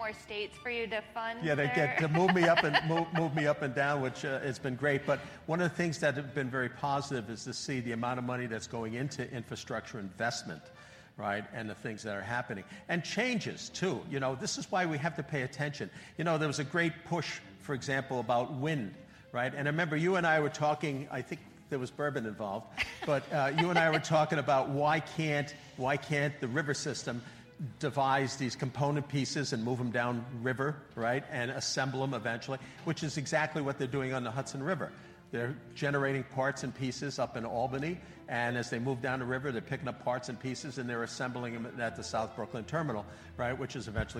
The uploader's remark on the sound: This month we were pleased to share our message with a live audience at the IRPT 2023 Annual Conference.